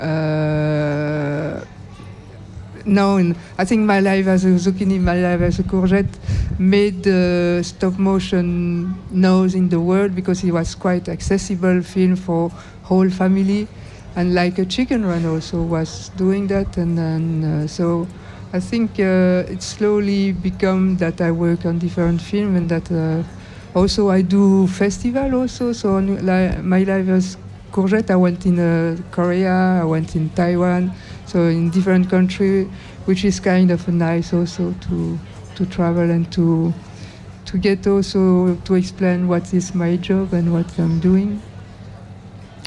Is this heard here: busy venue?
yes